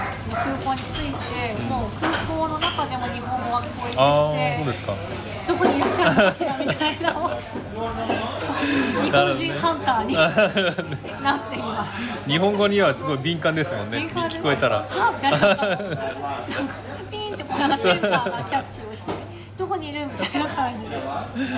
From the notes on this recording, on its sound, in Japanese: シドニーに来られていて、お忙しい中時間を作っていただき一緒にbreckyしてきました。カフェでの収録でしたので、周りの音がうるさい時があって聞きづらい部分があると思いますが、ご了承ください。